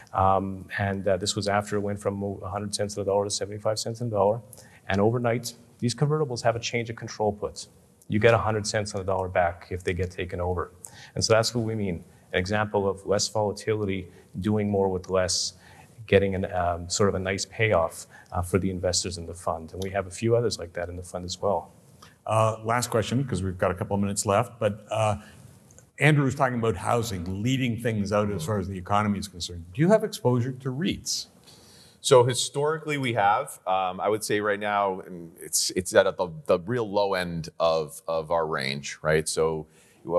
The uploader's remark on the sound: A daylong event for advisors. Sessions ran both onstage in Vancouver to a live audience, and from our Toronto studio for a crowd of thousands more online. They also field a few questions from the live audience.